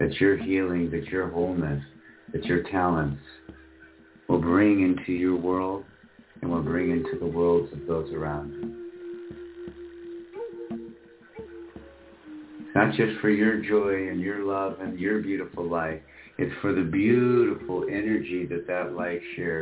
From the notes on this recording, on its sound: Special Call In, Share, and Talk. You are welcome to call in say HI, share your inspirations, dreams, and challenges for the new year.